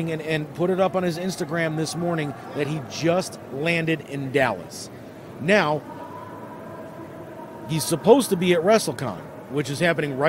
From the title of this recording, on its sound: Live from the IX Center Piston Powered Auto-Rama